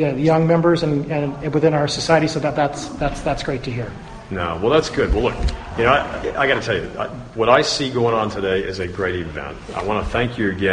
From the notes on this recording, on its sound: live from the Sacramento Post Sustaining Members Forum at Travis AFB